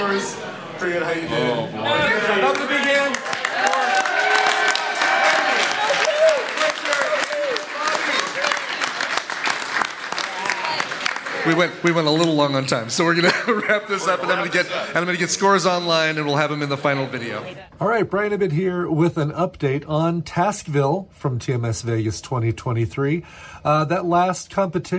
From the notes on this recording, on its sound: TMS live from Viva TMS Vegas 2023